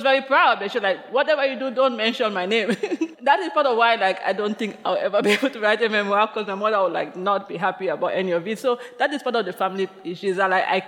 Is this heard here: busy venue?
yes